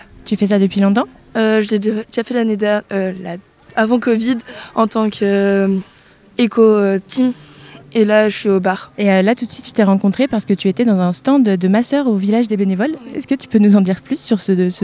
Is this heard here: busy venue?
yes